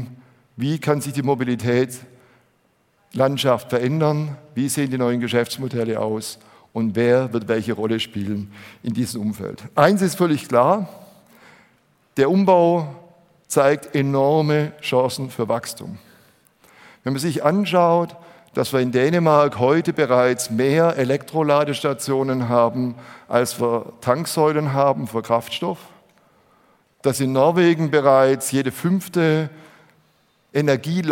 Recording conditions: live audience